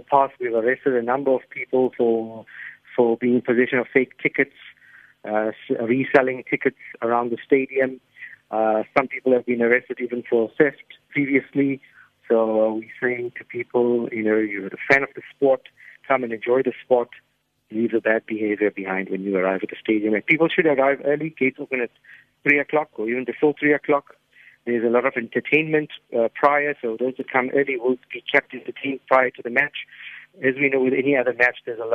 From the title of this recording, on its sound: We have on the phone